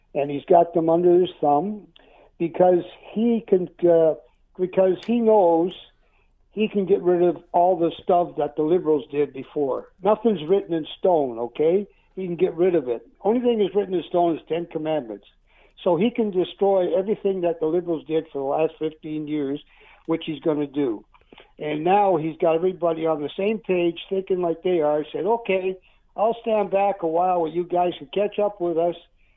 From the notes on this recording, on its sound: opens the phone lines